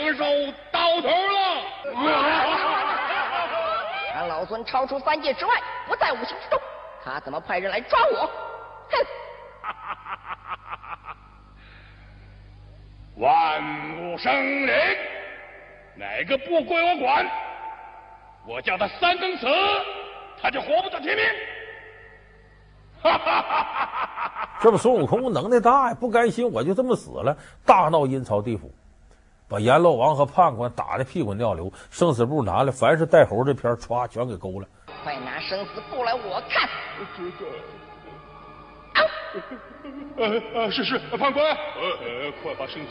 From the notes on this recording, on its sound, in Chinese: 還有聽故事的觀眾。是山西衛視。